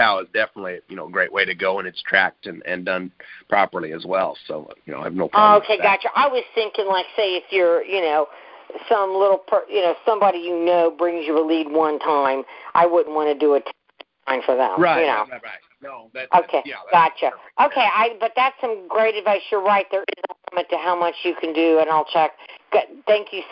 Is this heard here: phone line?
yes